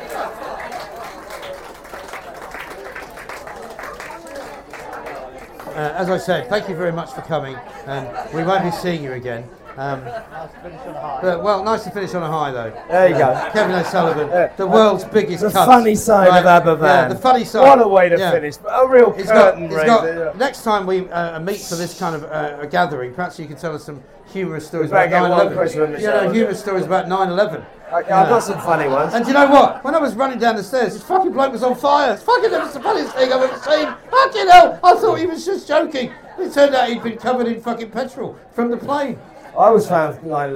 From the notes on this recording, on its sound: LIVE FROM THE HORSESHOE PUB